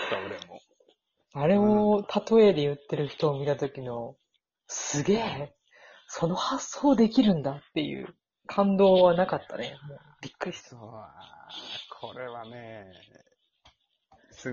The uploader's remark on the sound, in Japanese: 基本遠距離収録です。マイク雑音はいっちゃってて申し訳ない。